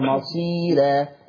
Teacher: ترقيق الراء لورش عن نافع